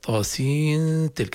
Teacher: طاسين تلك، أنا في بداية التلاوة حرصت على أن أصل طاسين بتلك لأبين أن أنا حال وصل نخفي نون طاسين اللي بننطقها ولا نكتبها مع التاء · Term: إخفاء